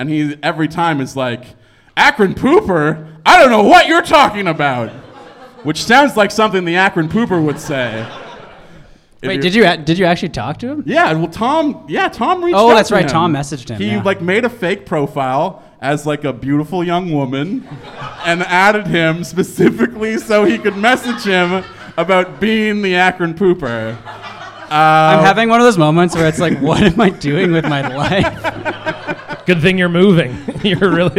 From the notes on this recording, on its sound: Recorded live at The HiVE Social Space in Vancouver, BC.